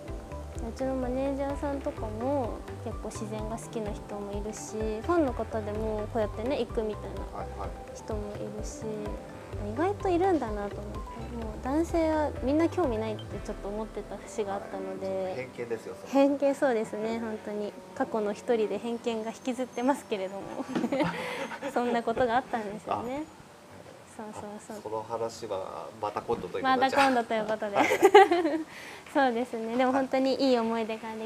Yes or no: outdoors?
yes